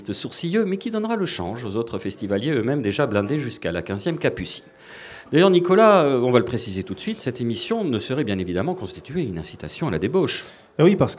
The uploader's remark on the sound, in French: En direct du festival BU.